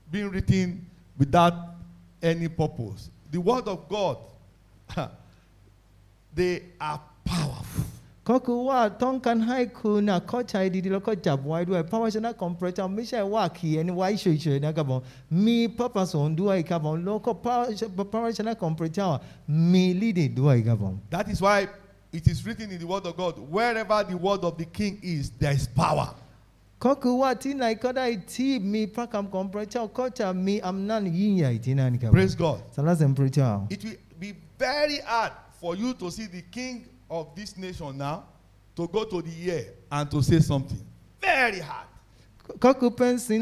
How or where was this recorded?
live audience